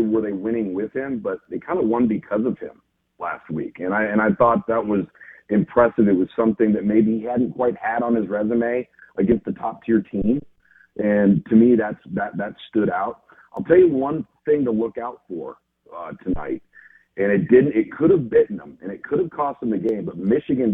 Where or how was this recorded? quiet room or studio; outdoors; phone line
phone line